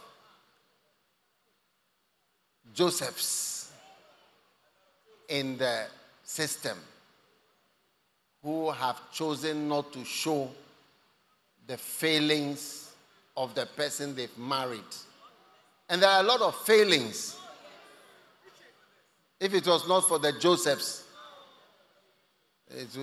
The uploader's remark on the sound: Preached at The First Love Christmas Day Service, First Love Center. Accra.